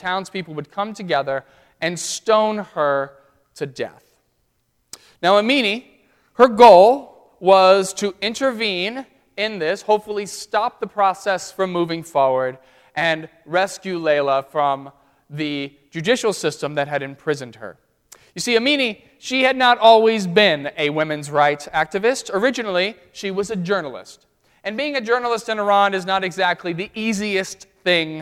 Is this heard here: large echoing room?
yes